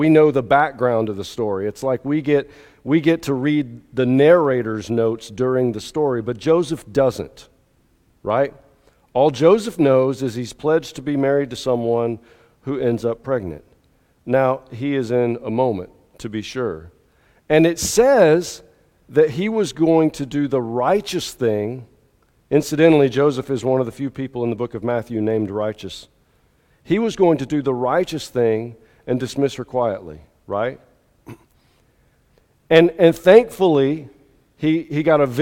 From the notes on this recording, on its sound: At the 8:30 contemporary service at Restore. Alabaster First United Methodist Church.